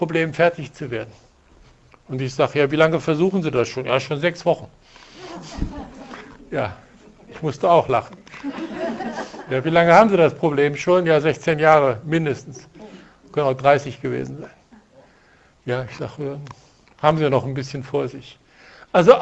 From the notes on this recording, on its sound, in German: Ein Vortrag vom Sommerfest 2016 in Neu-Isenburg.